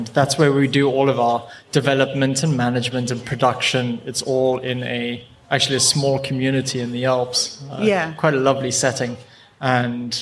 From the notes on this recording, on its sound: Live from Global Bird Fair. We were lucky enough to grab a slot on the brand new Whinchat podcasting stage, sponsored by Swarovski Optik. The episode is dotted with soundscapes taken directly from the Swarovski rainforest.